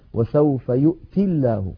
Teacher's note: وسوف يؤتي الله، وسوف يؤتي الله أصلها وسوف يؤتي بوزن يفعل، فلما نصل يؤتي بلفظ الجلالة تسقط الياء فتصير وسوف يؤتي الله، فلو وقفنا عليها اضطرارا أو اختبارا نقف عليها وسوف يؤت